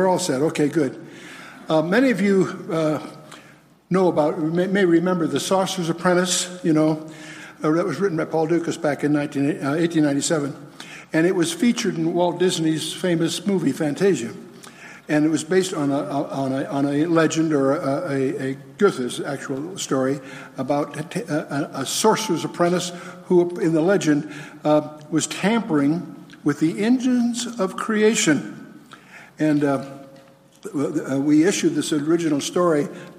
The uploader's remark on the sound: spoke at Calvary South Denver in Littleton Colorado on July 24, 2013